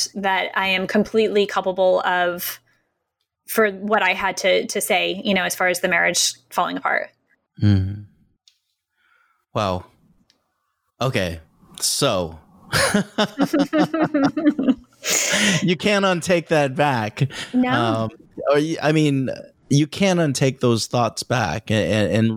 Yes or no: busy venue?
no